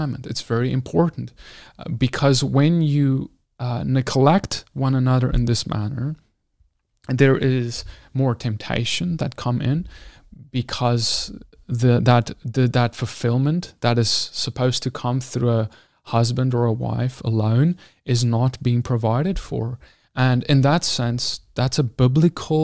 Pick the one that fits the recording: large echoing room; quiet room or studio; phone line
quiet room or studio